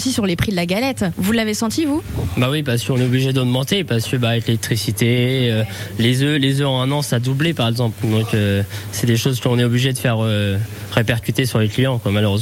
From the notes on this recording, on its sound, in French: Dégustation de galettes en direct à la boulangerie La Madeleine à St Pierre Eglise.